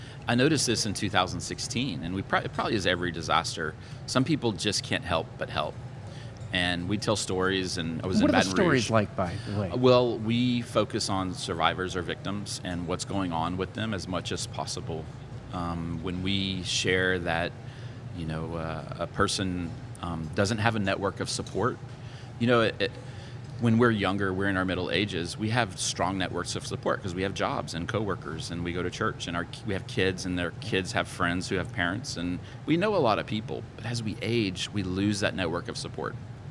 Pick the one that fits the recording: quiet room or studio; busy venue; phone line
busy venue